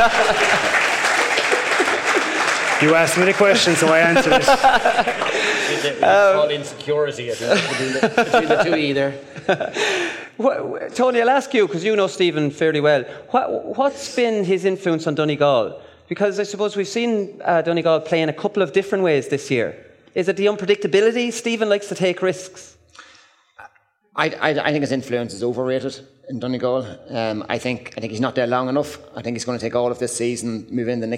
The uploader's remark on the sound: live from Westport